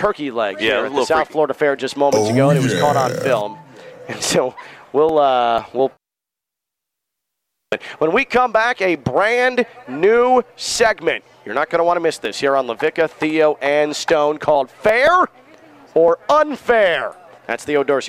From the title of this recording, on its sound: Live from the South Florida Fair!